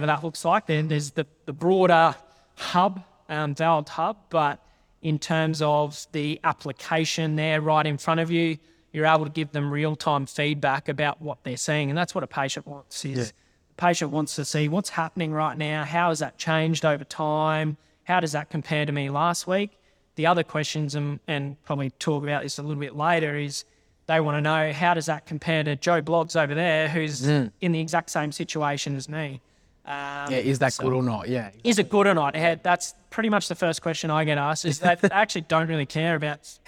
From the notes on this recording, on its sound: In this episode which was recorded live at VALD’s Alta Clinic in Brisbane with an audience of some forty to fifty THT+ Members and guests.